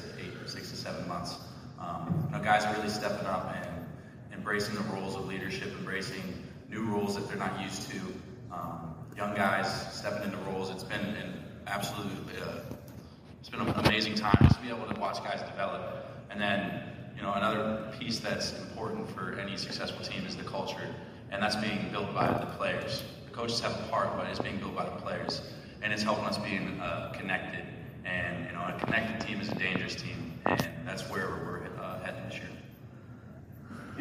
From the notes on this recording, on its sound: during the Sun Belt football Media Day festivities July 26